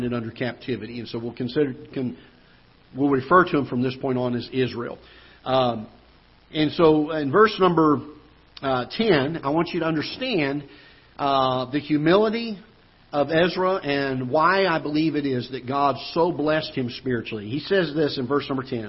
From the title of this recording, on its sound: Ketha Heights Baptist Church ~ Live Broadcast